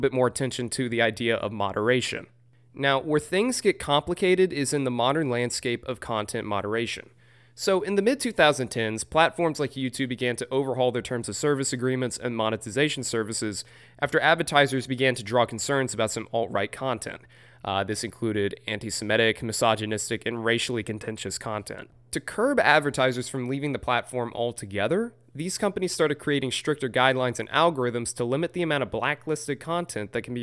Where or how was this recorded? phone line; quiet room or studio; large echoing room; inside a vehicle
quiet room or studio